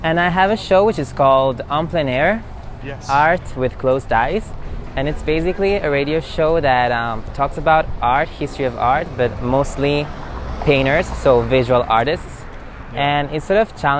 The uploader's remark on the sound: recorded a walking tour of Little Italy